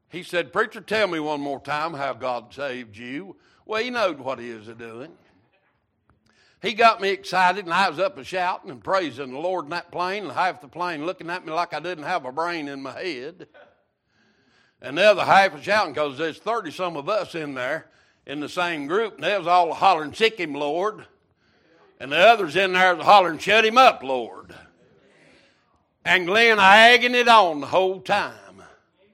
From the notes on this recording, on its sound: Wednesday Evening Service